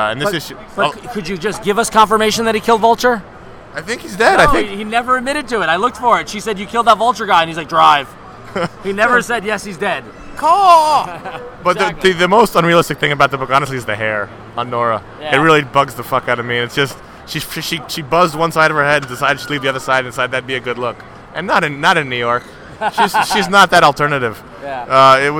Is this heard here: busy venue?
yes